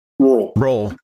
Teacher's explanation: as you are more rural, the word becomes one syllable. Rural. Roll.